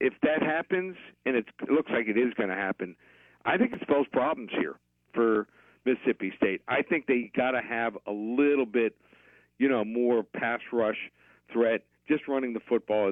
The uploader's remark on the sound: Of Paramount Sports joins the show on the Farm Bureau guest line talking about the best bets for the weekend live in the BankPlus Studio.